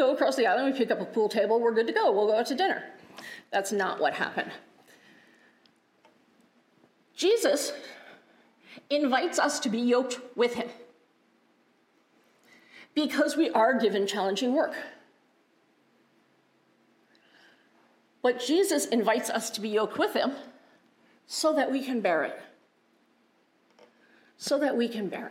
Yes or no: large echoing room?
yes